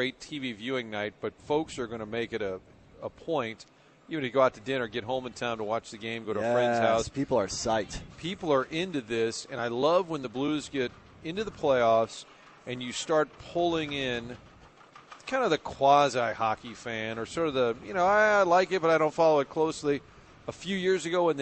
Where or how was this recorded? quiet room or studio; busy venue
busy venue